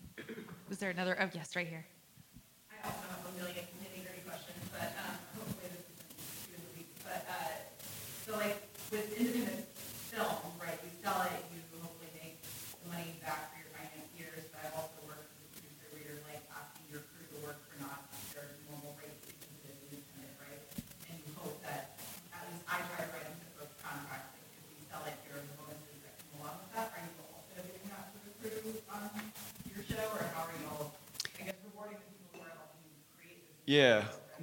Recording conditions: live audience